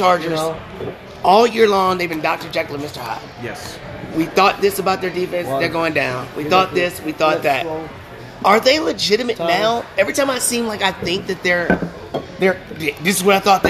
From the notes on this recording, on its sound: Live at Macados!